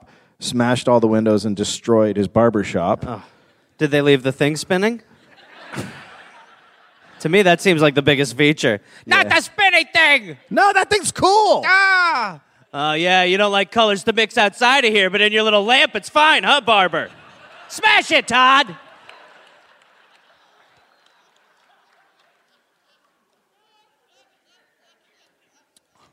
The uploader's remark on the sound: Live in Indianapolis